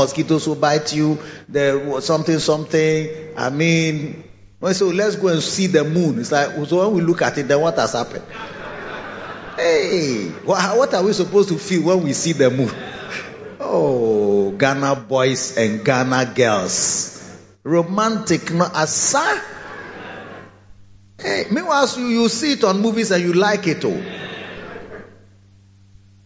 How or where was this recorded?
large echoing room